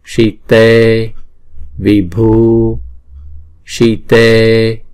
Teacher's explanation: chữ si là một nhịp thôi, chữ tê là hai nhịp